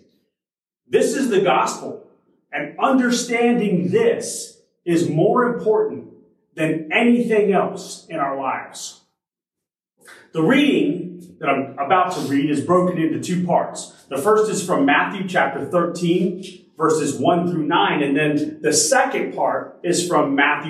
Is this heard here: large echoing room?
yes